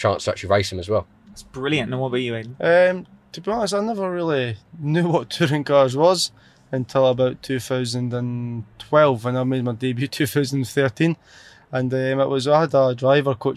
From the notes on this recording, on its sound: in the back of the Podcab